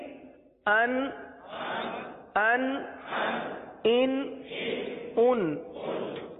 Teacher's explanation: نہیں ہوگا، کیونکہ یہ صرف نون ساکن ہے. تو نون ساکن کی جتنی آواز نکلتی ہے اتنی آواز ناک میں جائے گی اور نون ساکن کی آواز نکلے گی، گناہ نہیں ہوگا.